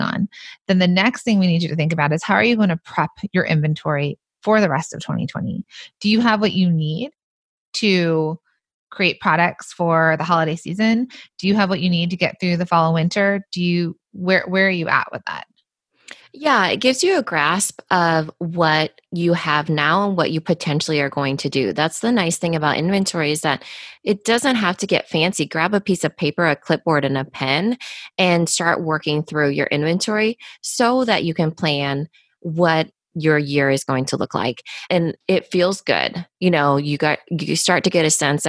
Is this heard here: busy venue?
no